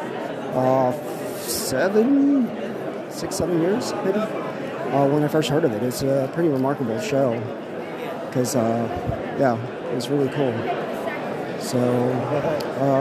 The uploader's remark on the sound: Live From The Hollywood Show. Short Walkthru of a convention of celebrities with a quick interview.